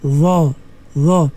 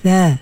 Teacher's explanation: Dha sama dengan tha, dia punya apa nama makhrajnya, tapi dha dalam keadaan tebal. Dha, dha. Tha nipis.